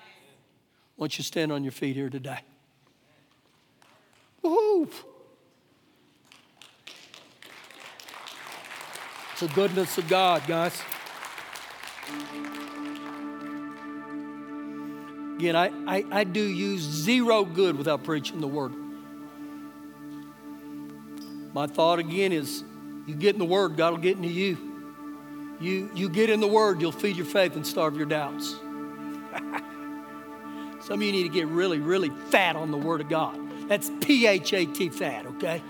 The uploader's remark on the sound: Recorded live during our Sunday morning service on 12/29/19.